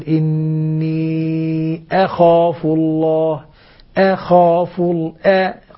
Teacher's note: الهمزة يجب أن أقطعها قطعا جيدا حتى ما تخرج لينة، حتى ما تخرج، لأن الهمزة قوية جلدة صعبة بعيدة الغور كما يقول عنها مكي رحمه الله.